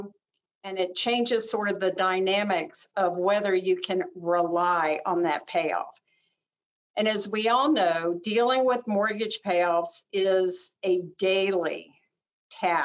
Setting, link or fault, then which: link, video call